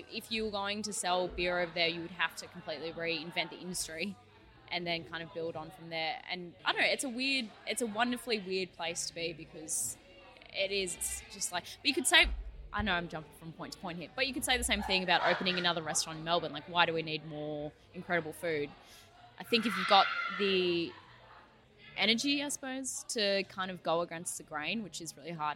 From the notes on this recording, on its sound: The episode was recorded at Burnley Brewing in Bridge Road, Burnley.